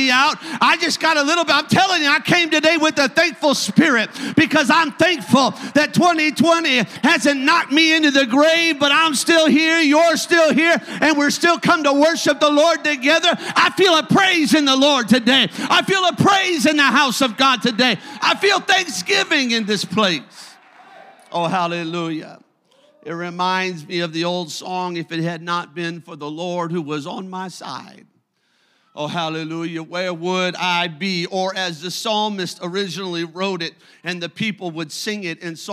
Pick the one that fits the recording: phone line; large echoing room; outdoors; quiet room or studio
large echoing room